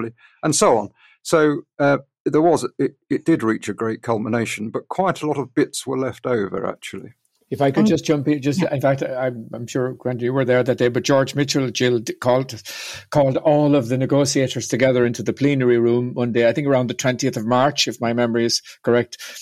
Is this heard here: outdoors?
no